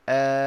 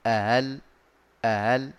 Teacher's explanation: الإبدال ست حركات آل والتسهيل من غير مد